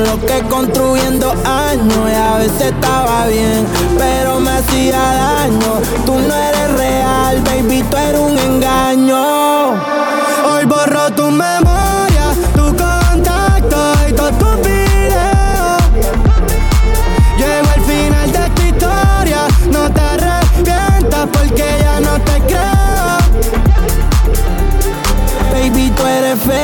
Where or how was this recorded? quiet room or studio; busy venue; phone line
busy venue